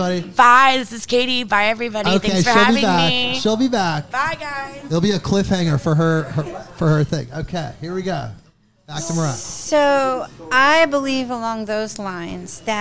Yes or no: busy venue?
yes